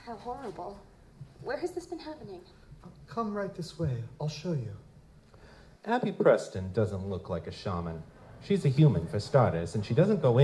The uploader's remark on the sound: Metamor City LIVE! at Balticon 50. The live Metamor City audio drama that we performed for Balticon 50.